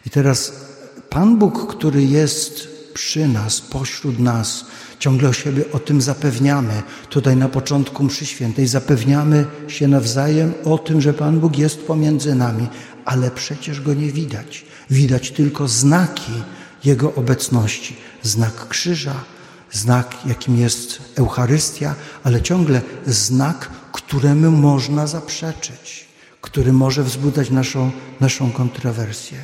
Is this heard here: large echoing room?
yes